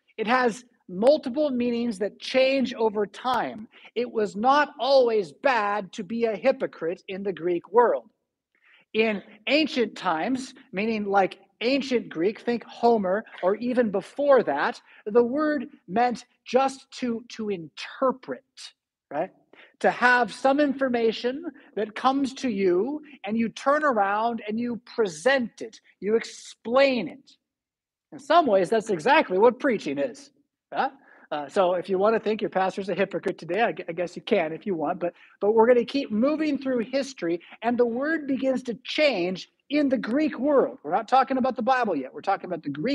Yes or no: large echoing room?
yes